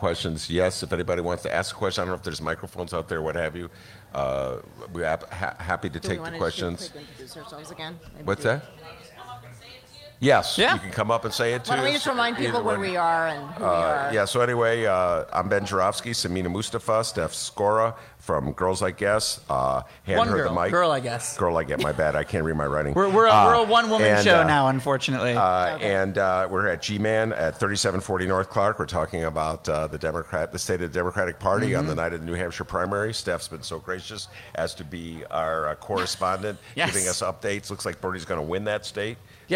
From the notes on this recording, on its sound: BONUS! Chicago Reader's New Hampshire Primary Show. LIVE from G-Man's Tavern.